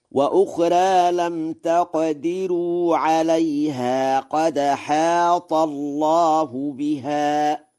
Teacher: قرأ ورش: وأخرى بالتقليل، وهو لغة فصيحة، وقرأ بترقيق راء لم تقدروا ونقل حركة الهمزة إلى الساكن قبلها في قوله قد حاط